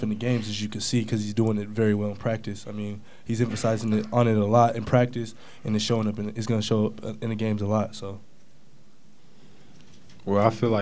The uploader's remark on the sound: Press Conferences & Post-Game Interviews